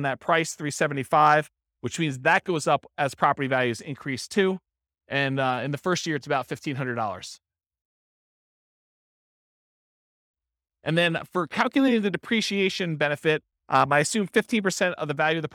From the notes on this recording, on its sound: This was a live class recorded